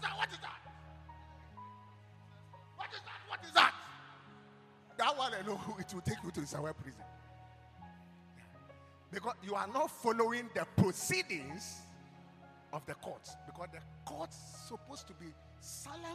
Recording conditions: large echoing room